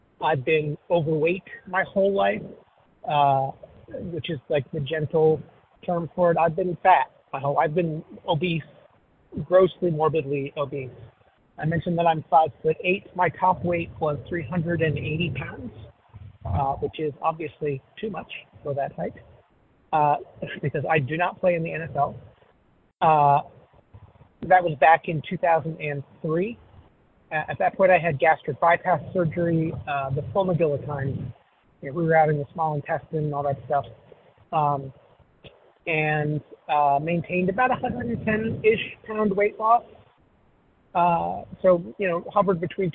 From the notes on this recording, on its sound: 100 Pounders Phone Meeting, 2/8/23